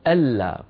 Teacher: طبعا النون الساكنة تدغم في اللام فيصير النطق ألا · Term: الإدغام